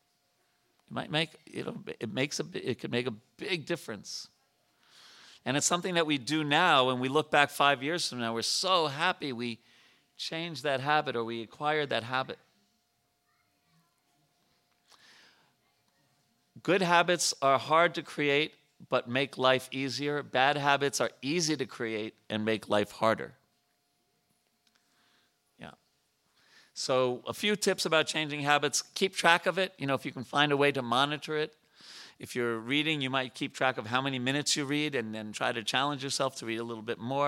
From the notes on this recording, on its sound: At the ISKCON temple in Potomac, Maryland.